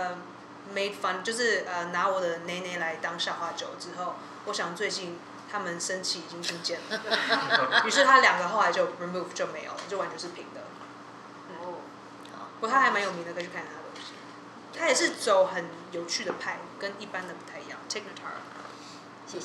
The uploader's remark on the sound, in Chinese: 今天節目錄製時比較激動，聆聽時請小心音量。怕女孩們的笑聲太吵轟炸各位聽眾。